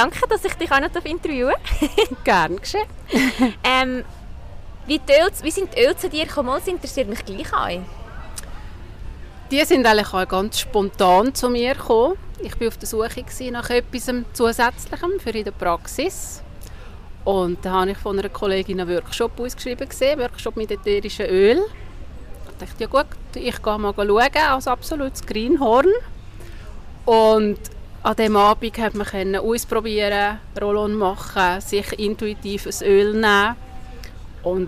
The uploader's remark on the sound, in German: Live vom dōTERRA Swiss Day 2023. Diese kurzen, spontanen und spannenden Kurzgespräche sind am diesjährigen dōTERRA Swiss Day 2023 in Basel entstanden. Habe sehr spontan einen Podcast ganz roh und direkt in der Konferenzhalle aufgenommen.